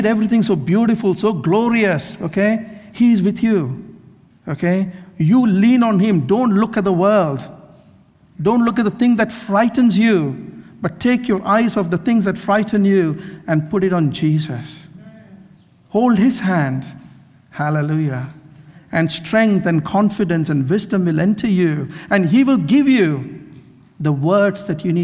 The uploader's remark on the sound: This sermon was recorded on Sunday 30th July 2023 at our Great Denham venue.